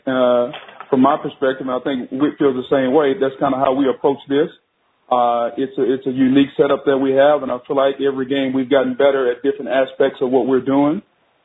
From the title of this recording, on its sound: MNF Conference Call